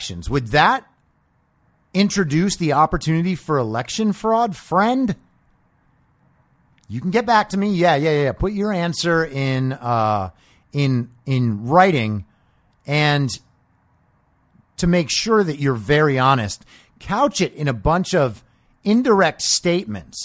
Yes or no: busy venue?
no